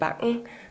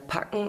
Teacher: Die Buchstaben B und P, die werden im Hochdeutsch anders ausgesprochen als im Schweizerdeutsch. Im Hochdeutsch braucht man fürs B die Stimmbänder, fürs P aber nicht. Im Schweizerdeutsch steht, braucht man weder fürs B noch fürs P die Stimmbänder.